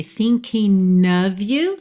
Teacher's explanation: Aqui você pode ligar no N, thinking of you, se quiser. Or thinking of you, como se fosse um NH.